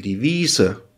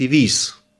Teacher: Endet aber ein Wort mit E, zum Beispiel die Wiese, dann fällt das E weg · Shown in: second take · das ist die Wies.